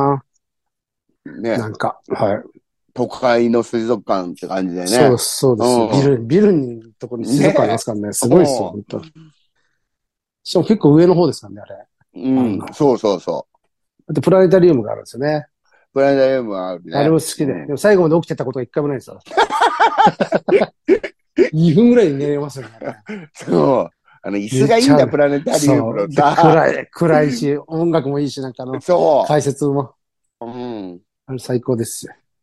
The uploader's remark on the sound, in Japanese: ZOOMで収録